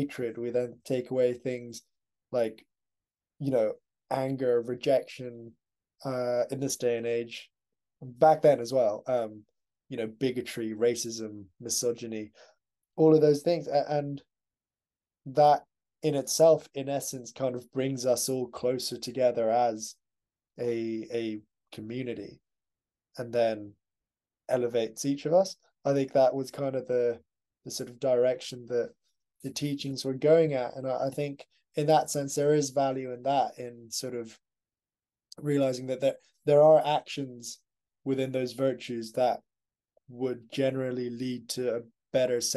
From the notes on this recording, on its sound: We decided the best thing to do was start recording video footage as well. The episodes will be recorded through Zoom.